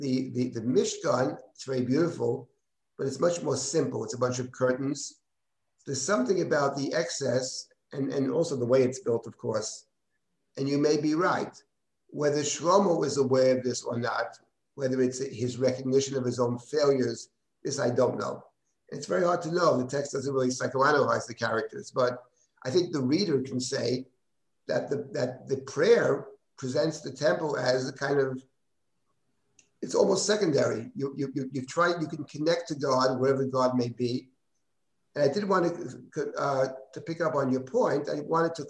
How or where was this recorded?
video call